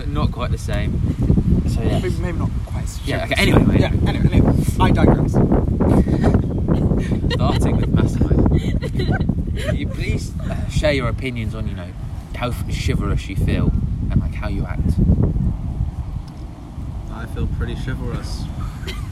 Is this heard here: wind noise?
yes